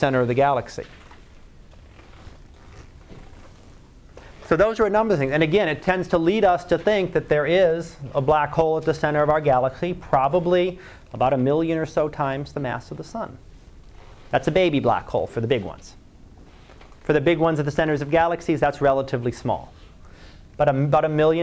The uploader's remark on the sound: Live Class Lecture